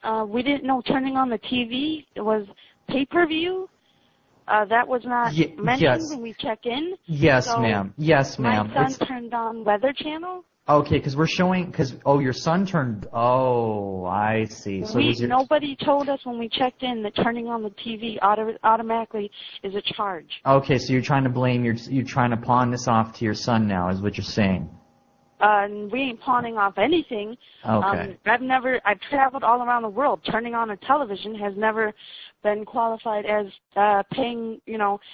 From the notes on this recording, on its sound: RBCP's Personal Prank Phone Calls Collection